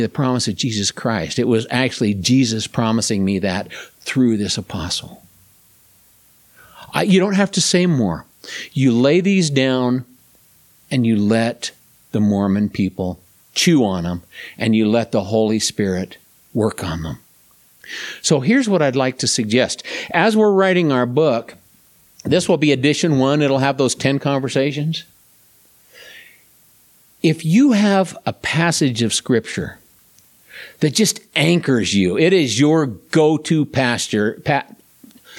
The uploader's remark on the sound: This presentation was delivered at River of Life Church, Tremonton, Utah